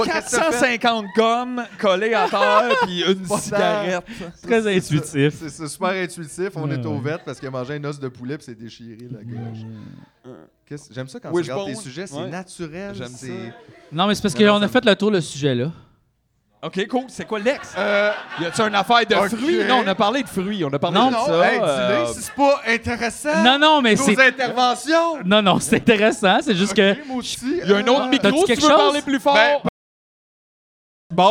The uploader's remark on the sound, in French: Épisode enregistré le 9 mai 2023 au Terminal Comedy Club à Montréal.